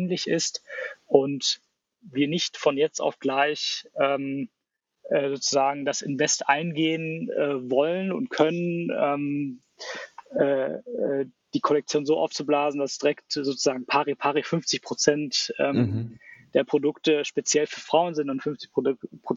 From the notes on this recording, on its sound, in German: bei der Aufnahme in Portugal und ich mich auf unserer Office-Baustelle.